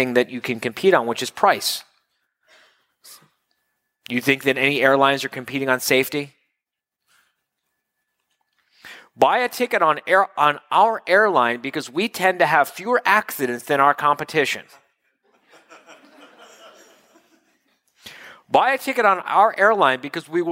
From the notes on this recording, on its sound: October 2015 Live Quarterly Meeting in Miami